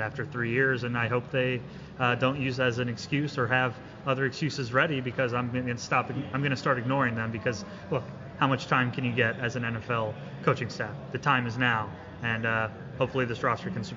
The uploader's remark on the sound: live from the Washington Commanders' welcome home luncheon